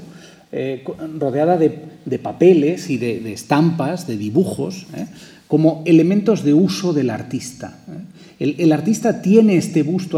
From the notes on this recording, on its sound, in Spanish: En la segunda conferencia de este ciclo. Museo Nacional del Prado.